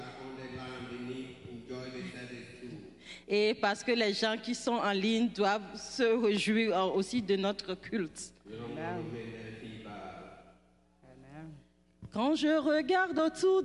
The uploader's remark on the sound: Praise and Worship Service The River of Life Church - Audio